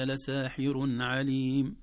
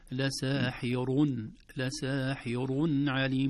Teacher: بتفخيم الراء وليس بترقيقها · Shown in: second take